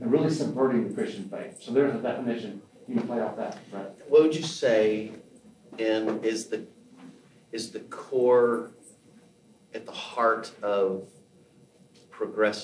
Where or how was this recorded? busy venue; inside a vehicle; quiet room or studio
busy venue